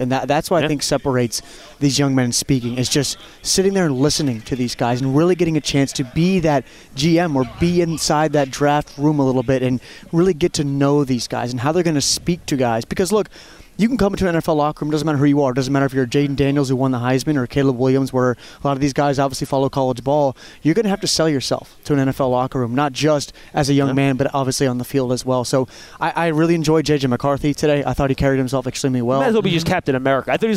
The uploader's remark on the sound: live from the NFL Combine